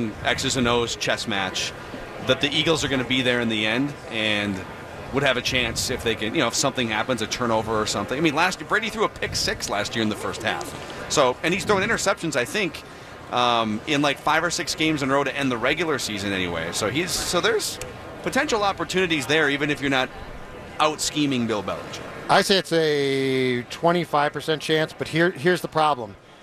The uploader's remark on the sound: live from Radio Row all week